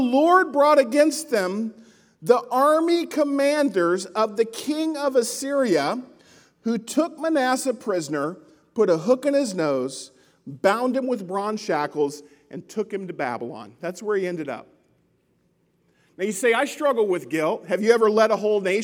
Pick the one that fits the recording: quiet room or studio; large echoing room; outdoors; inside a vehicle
large echoing room